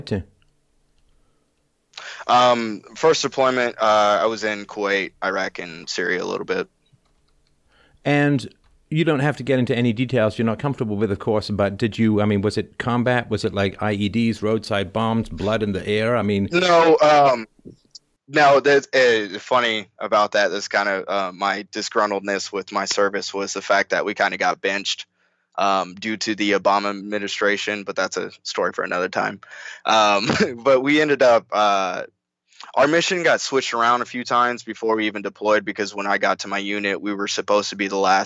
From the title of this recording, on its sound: Freedomain Call